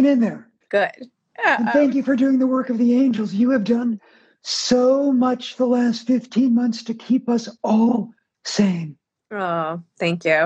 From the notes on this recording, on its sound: Over IG Live— released here as a special episode.